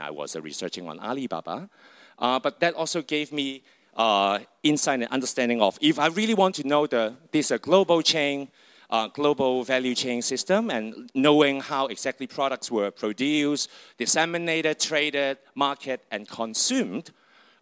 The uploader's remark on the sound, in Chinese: 上海中非关系研究网络（China-Africa Shanghai International Network，CASIN）在上海「那行文化——零度空间」举办了一场中非文化沙龙。活动以中英双语进行，演讲者用英语发言，幻灯片为中文，问答环节可能采取中英双语。本期播客受权分享演讲部分的现场录音。